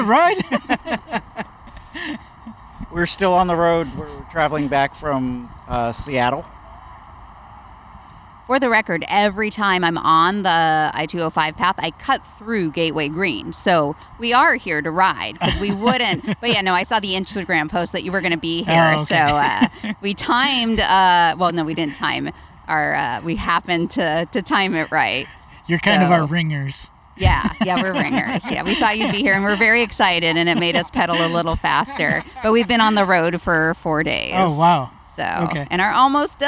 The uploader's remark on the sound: Loaded up the mobile recording equipment and headed out to Gateway Green, the first bike park in Portland, Oregon. Gateway Green is located in East Portland and offers an asphalt pump track as well as single track trails.